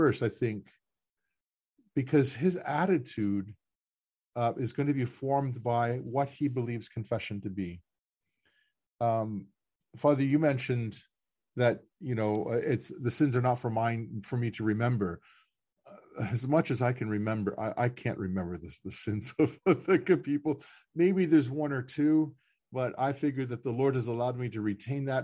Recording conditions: video call